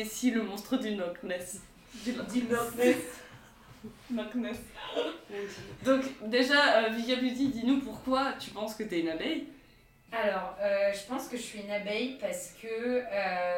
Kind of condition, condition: fault, poor sound quality